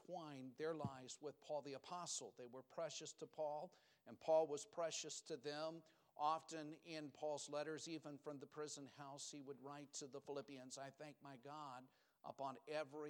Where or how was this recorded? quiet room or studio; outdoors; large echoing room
large echoing room